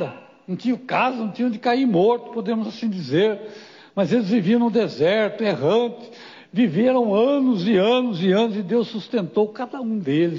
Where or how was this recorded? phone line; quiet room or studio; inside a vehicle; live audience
live audience